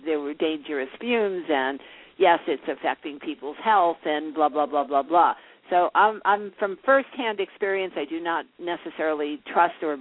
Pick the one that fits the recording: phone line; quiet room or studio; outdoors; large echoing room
phone line